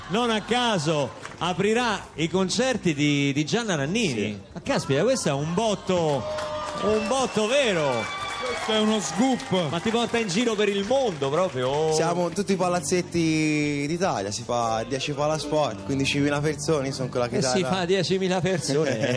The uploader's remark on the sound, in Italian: Radio 2 Social Club in diretta dal Festival dei Sanremo.